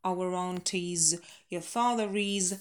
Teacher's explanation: наша связующая, our, следующее начинается с гласной